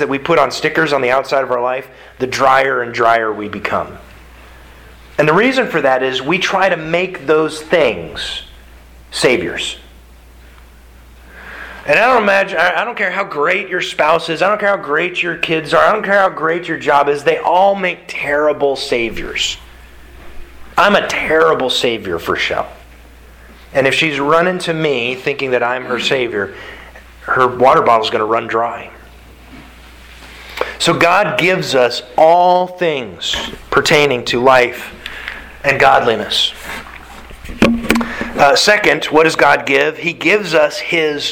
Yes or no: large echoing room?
yes